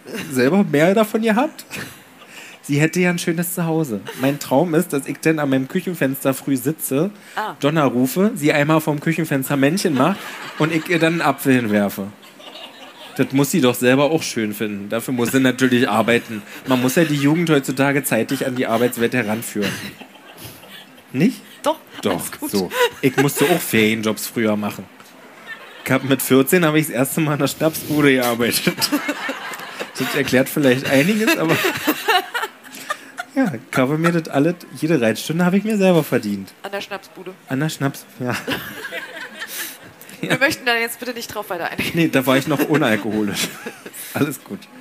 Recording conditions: busy venue